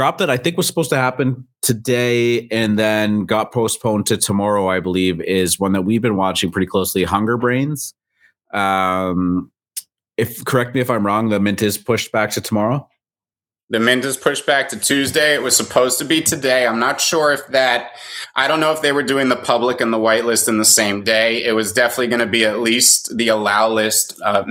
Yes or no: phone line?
no